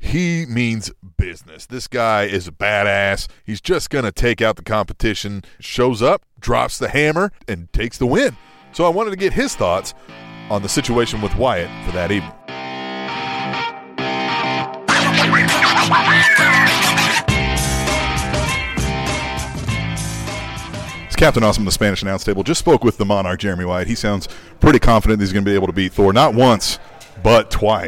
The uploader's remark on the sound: attended the 2nd NWL KC show and got some great audio